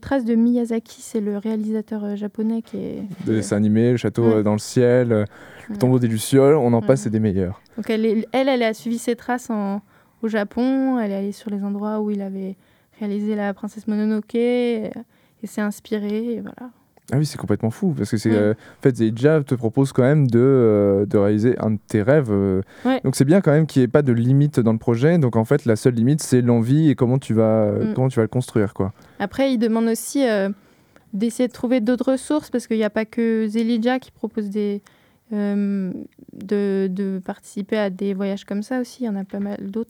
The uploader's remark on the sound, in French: discuter avec eux par téléphone pendant qu’ils étaient sur une plage